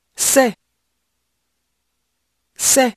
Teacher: the word c'est has a disappearing T on the end of it